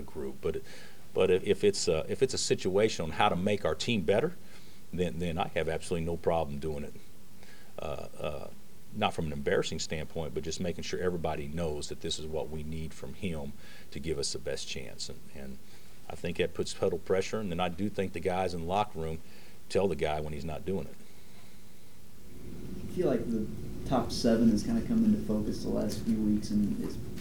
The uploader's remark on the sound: Press Conferences & Post-Game Interviews